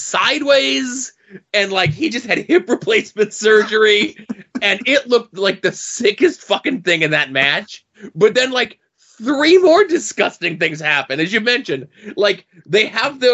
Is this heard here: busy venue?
no